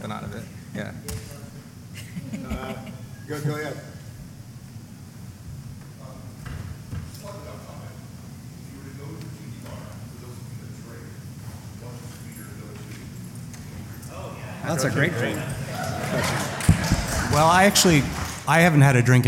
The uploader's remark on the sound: On this episode we podcast live from San Diego Comic-Con 2019 and bring to you the "Tiki Art & Polynesian Pop in American Culture" panel.